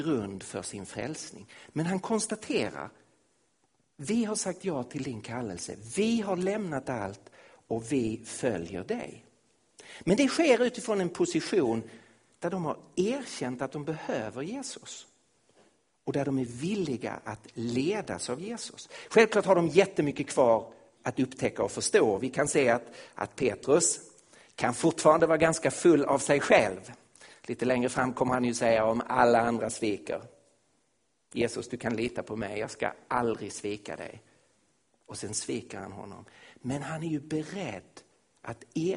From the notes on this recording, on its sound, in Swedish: Inspelad i Missionshuset i Kristiansand, Norge 2016-08-21.